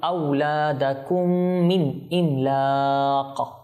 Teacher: এখানে মিম সাকিনা ফর মিম এসেছে সেজন্য ইদগামে শফাউই